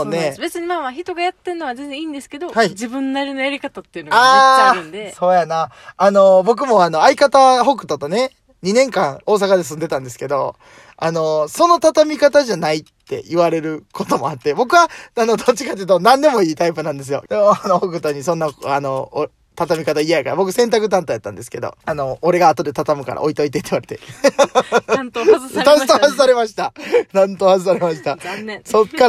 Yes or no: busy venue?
no